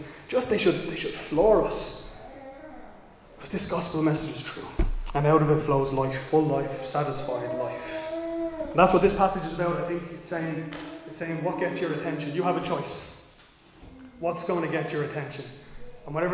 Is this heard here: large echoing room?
yes